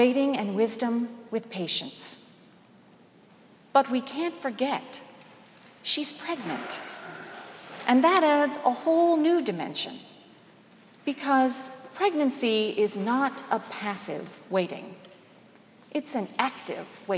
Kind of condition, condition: setting, large echoing room